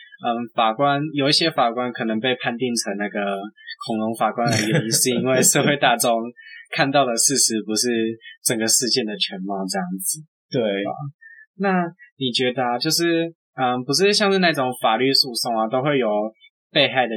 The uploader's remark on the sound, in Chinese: 這次去噪後音質超差，早知道當初就別買電容式的麥克風了。